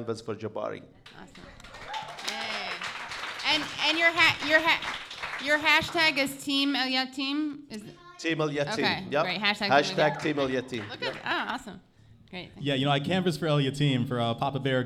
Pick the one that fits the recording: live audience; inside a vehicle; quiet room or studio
live audience